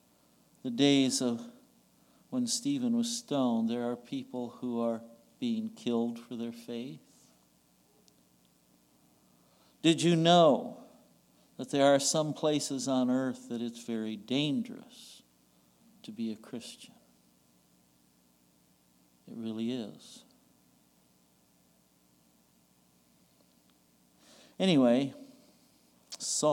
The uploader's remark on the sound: recorded on June 18, 2022, at the Ringgold Seventh-day Adventist Church